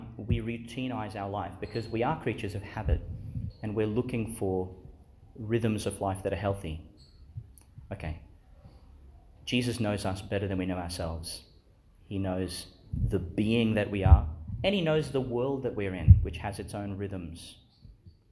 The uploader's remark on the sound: delivered Chanel School Chapel, Gladstone, Qld.